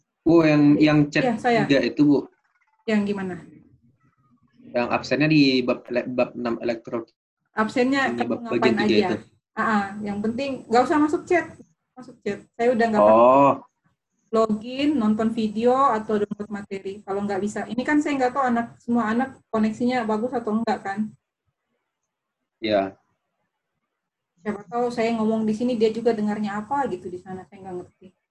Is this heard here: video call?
yes